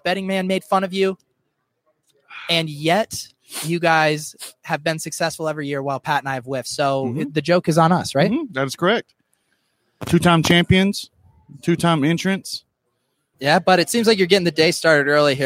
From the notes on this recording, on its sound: Live from Vegas. Live from the FFPC Drafts in Las Vegas talking with high stakes pros and analysts about their upcoming Main Event Draft.